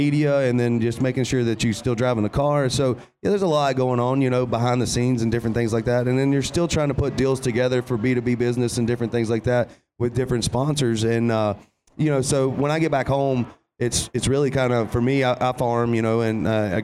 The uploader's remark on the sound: recording it live from the 2017 SEMA Show in Las Vegas